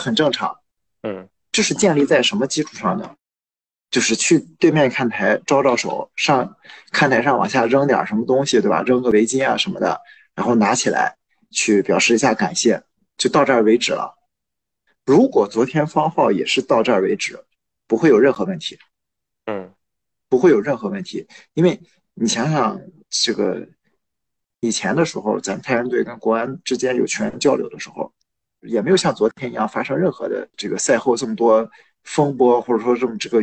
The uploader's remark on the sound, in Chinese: 这两期节目条件所限使用在线会议软件云录制，效果不好请见谅！